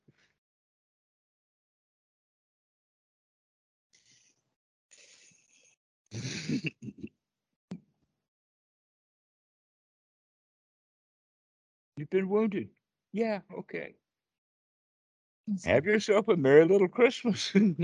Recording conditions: video call